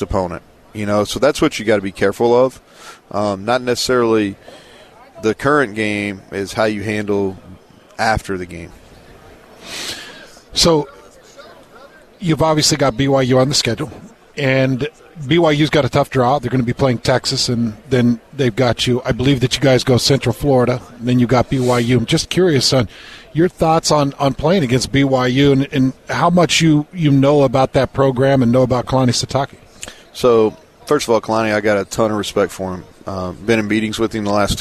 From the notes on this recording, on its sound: LIVE from Big-12 Media Day